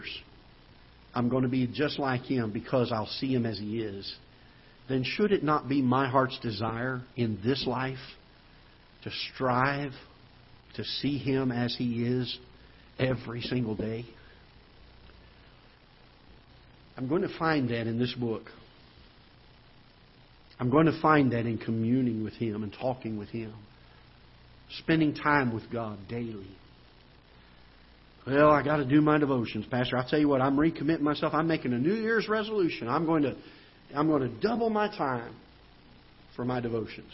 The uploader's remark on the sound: Ketha Heights Baptist Church ~ Live Broadcast